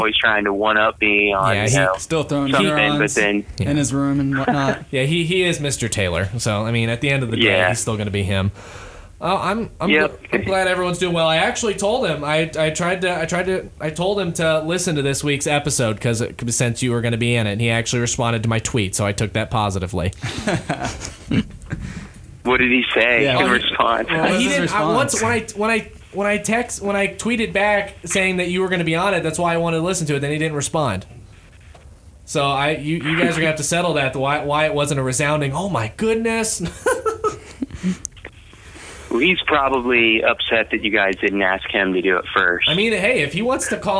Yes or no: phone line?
yes